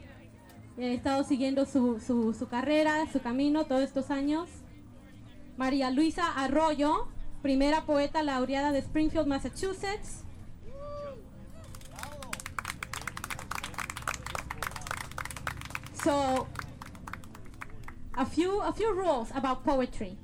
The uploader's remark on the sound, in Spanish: Holyoke Visible. Escuche todas las participaciones de este evento grabado en directo por radioplasma.